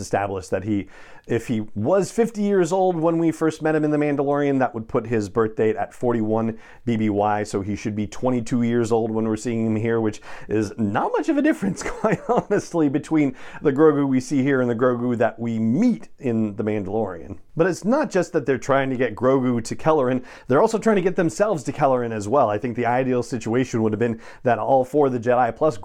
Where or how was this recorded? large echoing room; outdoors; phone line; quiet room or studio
quiet room or studio